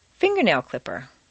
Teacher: Leave the stress on the first word, fingernail clipper.